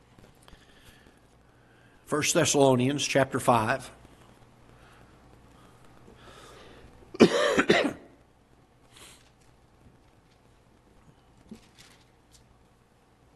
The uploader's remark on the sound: Ketha Heights Baptist Church ~ Live Broadcast